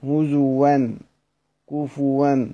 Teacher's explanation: قال: فحفص بإبدال الهمزة فيهما، أي حفص يبدل الهمزة، يبدلها واوا هزوا كفوا هكذا وقفا وأصلا.